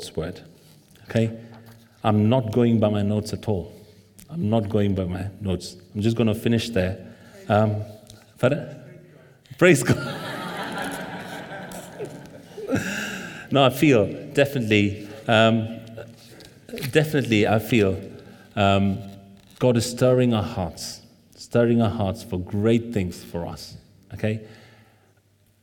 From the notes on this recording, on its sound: This sermon was recorded on Sunday 14th May 2023 at our Great Denham venue.